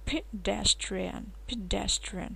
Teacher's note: Обратите внимание, D и T и N в конце будет на альвеолке, на бугорочке за передними зубами.